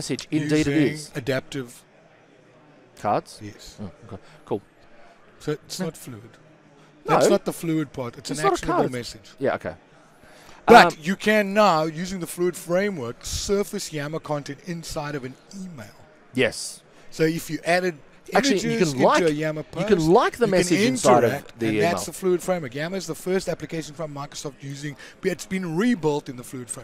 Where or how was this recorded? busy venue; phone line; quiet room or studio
busy venue